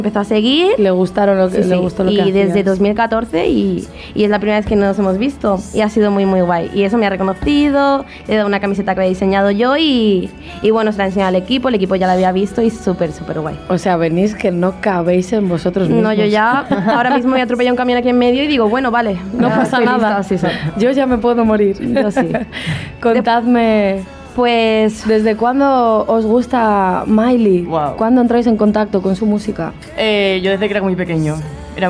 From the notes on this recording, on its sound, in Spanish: un programa especial ese mismo día desde el fòrum